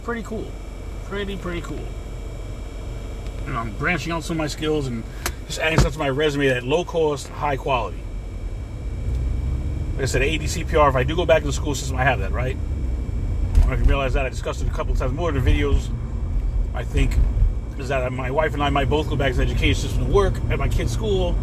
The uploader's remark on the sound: CarCast